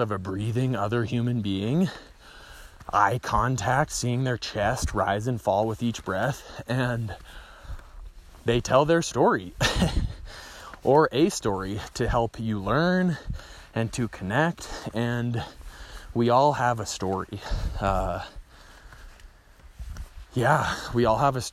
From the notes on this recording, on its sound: No script, just speaking to what is alive, while walking and talking, into the voice memo app on my trusty ole iPhone 6.